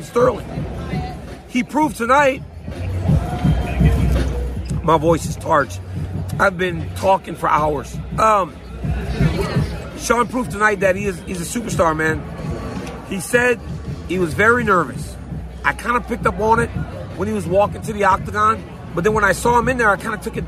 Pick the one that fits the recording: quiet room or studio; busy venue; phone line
busy venue